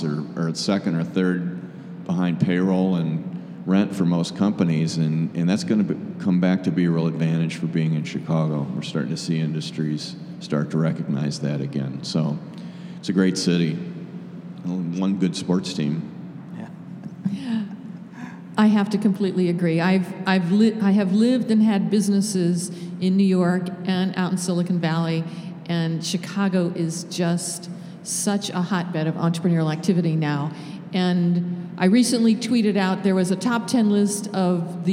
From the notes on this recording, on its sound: In a live panel recorded at Chicago Athletic Association Hotel